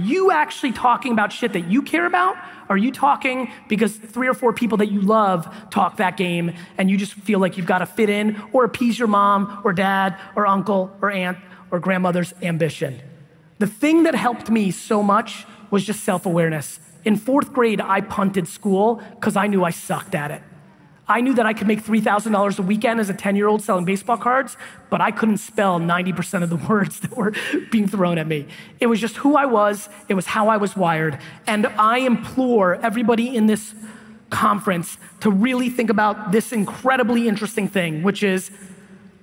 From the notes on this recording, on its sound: DUTCH BROS KEYNOTE IN PORTLAND, OREGON 2017